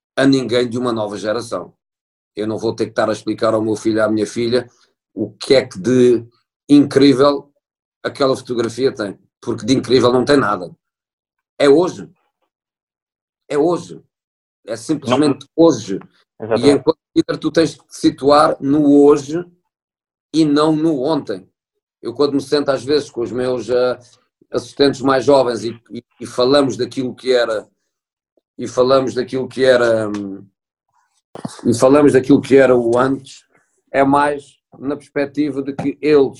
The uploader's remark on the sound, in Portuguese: Esta conversa foi gravada online. Ainda que o meu som não esteja perfeito.